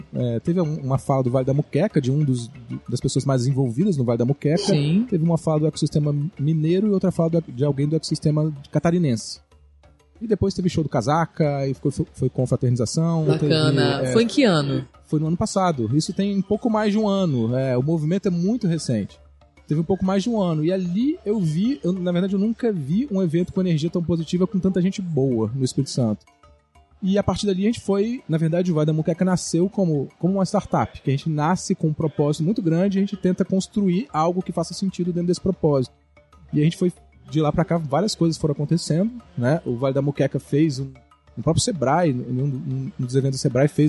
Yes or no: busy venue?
yes